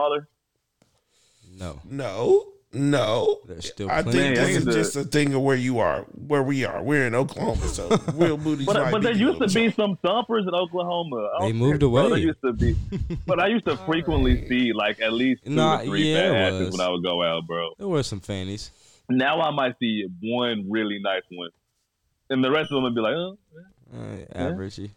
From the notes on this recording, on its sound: Shoutout to our phone guest star